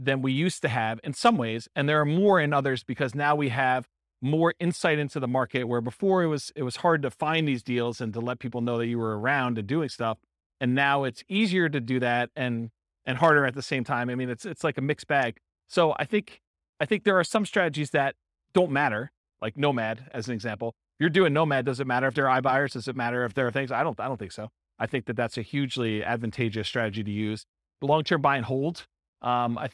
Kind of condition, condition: setting, live audience